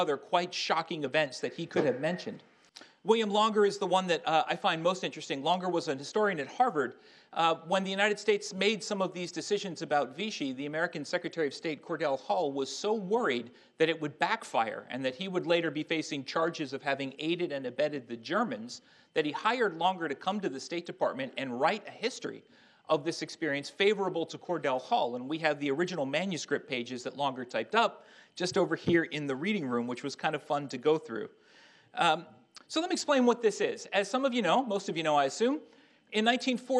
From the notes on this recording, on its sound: Army Heritage and Education Center in Carlisle, Pennsylvania, presented a lecture